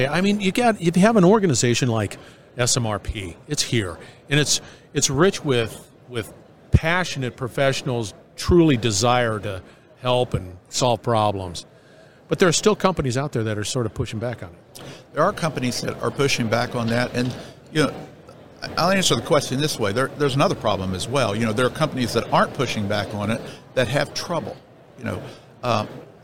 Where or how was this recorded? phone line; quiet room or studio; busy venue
busy venue